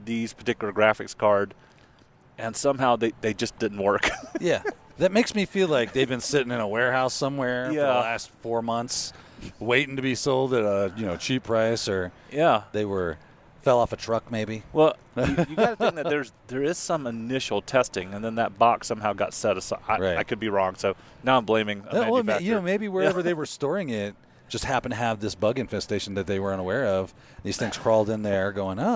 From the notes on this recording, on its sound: Reporting live from South Dakota. On location at Wild West Hackin' Fest far from the ITPro studios.